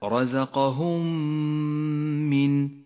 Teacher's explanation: تدغم الميم الساكنة بالميم المتحركة فتصيران ميما مشددة، لونت بالأخضر لأنها تغن بمقدار حركتين. · Term: الإدغام الشفوي المتماثل